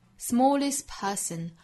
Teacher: Smallest 后面的 t 的发音呢其实我们可以把它略掉